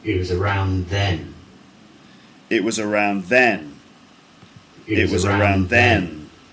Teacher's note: Next, you're going to hear fall. So it's kind of straight, and then it falls at the end